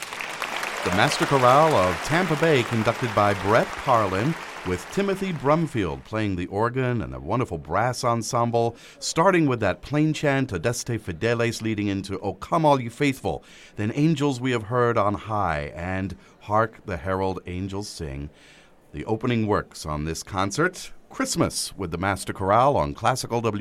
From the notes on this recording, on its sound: Live Concert Recording & Broadcast. Has been edited to include narration by WSMR's Classical Music Director.